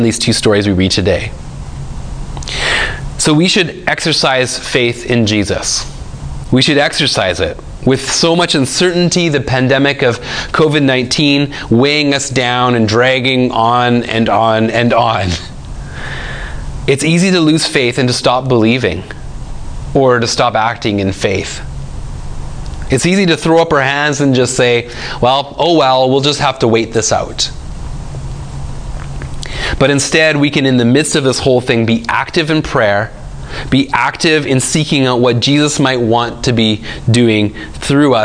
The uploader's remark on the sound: speaks at SouthRidge Fellowship, a Langley church.